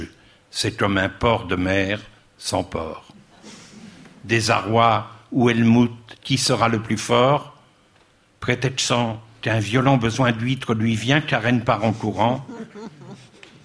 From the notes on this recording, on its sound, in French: Une émission enregistrée en public au studio 105 de la Maison de la radio.